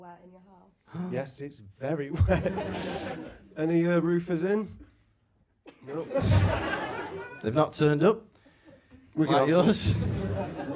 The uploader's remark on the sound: Recorded live in Manchester.